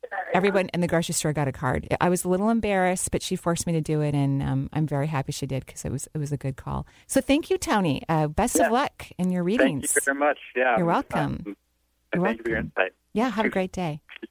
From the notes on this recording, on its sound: On the radio today taking your phone calls.